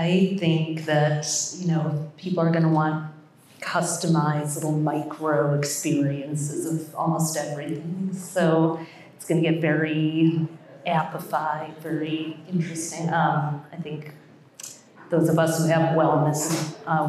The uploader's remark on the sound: Hosted at the Shopify NY space in Soho, NYC